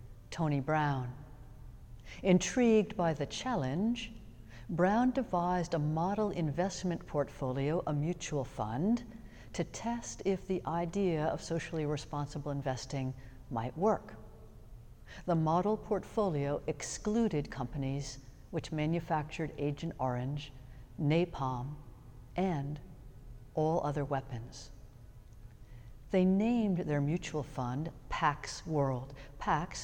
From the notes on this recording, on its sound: Sermons from Old South Church in Boston